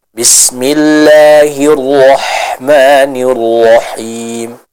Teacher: huruf ha ini dibaca dengan suara yang bersih ya, tidak ada suara seperti huruf kha-nya